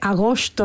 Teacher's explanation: Con una S muy, muy atrasada